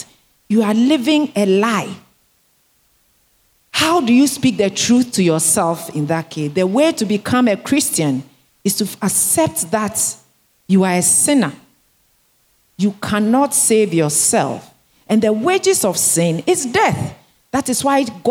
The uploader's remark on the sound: Sermon preached at CBC Shiashie Campus